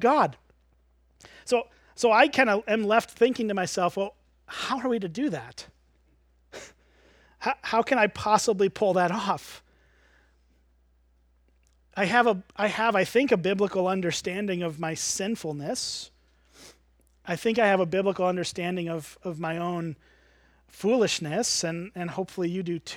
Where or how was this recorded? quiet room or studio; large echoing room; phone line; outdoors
large echoing room